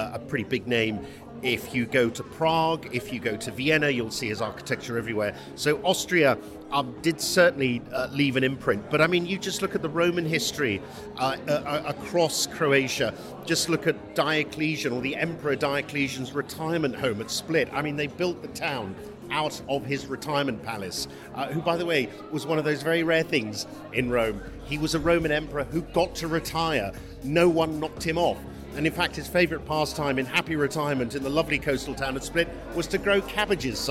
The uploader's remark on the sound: I'm at the New Deal Europe conference in central London.